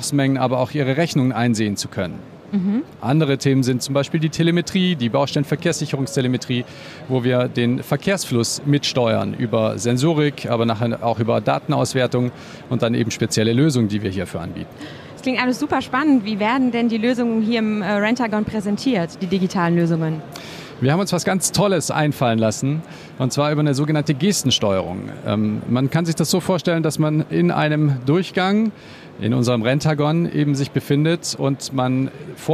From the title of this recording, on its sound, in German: LIVE-Rundgang: Zeppelin Rental auf der bauma 2022